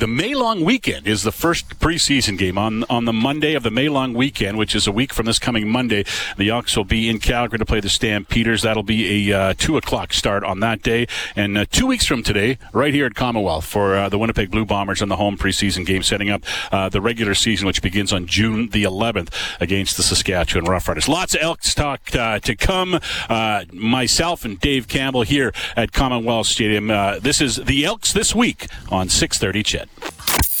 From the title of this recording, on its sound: LIVE from Commonwealth Stadium